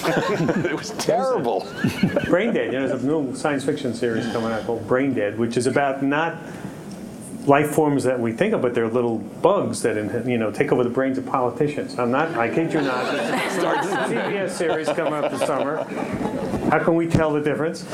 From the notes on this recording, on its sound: this podcast features audio from the fifth event in our series, The Physics of Everything.